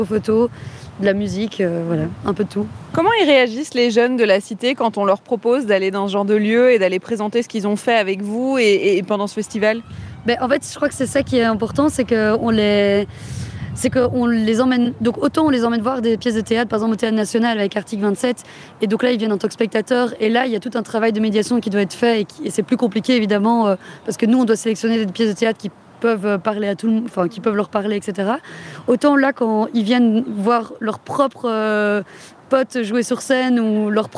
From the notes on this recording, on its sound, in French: Vous embarque au Festival Des Blocs ce mercredi. Il se déroule à la Cité Modèle à Laeken, non loin du Stade Roi Baudouin.